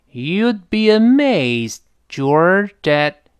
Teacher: beamazed，后面那个 George 声音往上略扬一点，因为 amazed 下降了，这个 George 就必然往上升一点，要么后面再降没法说了就。那 You'd be amazed, George, at how different George 紧跟着后面的 at 放在一块儿，可能会连到一块儿